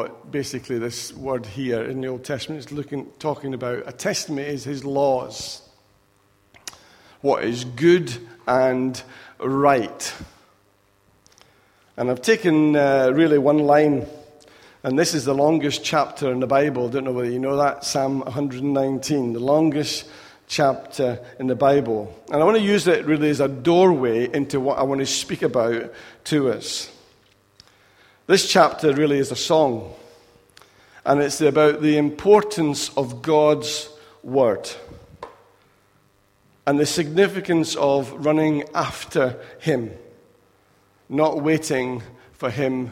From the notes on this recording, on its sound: Recorded at freedomcentre church, Preston on Sunday 23rd October 2016